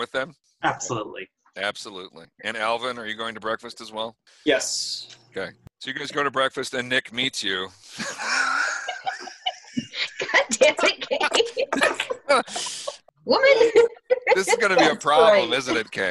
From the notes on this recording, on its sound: from the relative safety of our own homes via Zoom